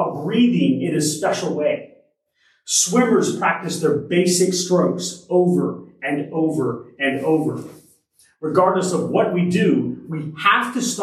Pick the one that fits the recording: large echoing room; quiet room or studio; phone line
large echoing room